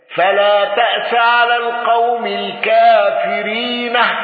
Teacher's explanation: رويس بالوقف بهاء السكت